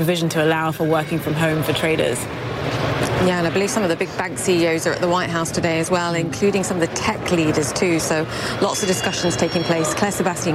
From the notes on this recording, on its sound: live from the New York Stock Exchange